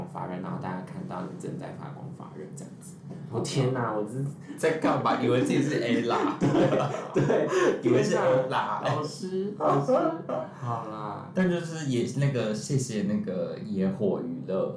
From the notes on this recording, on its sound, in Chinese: 本次錄音場地限制，音質有點出車禍，請見諒